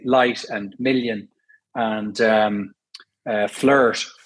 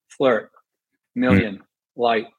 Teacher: an Irish accent's quite light on L's · Shown in: first take